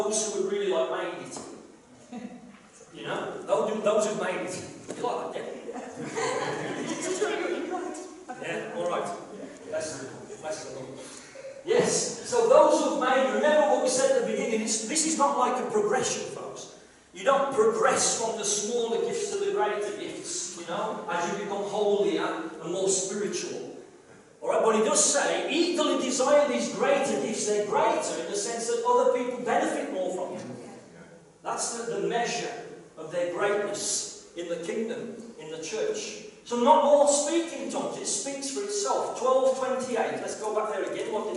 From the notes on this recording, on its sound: KCC's morning service. Please note that this is a live recording and at times the audio may not be the best due to external circumstances.